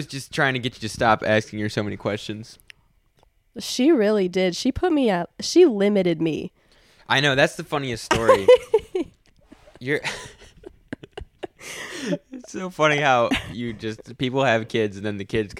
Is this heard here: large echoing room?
no